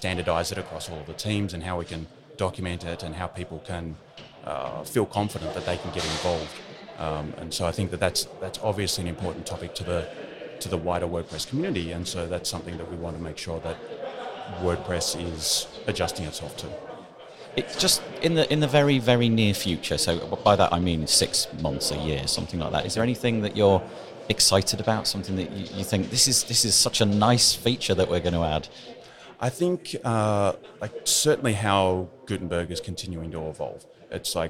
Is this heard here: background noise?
yes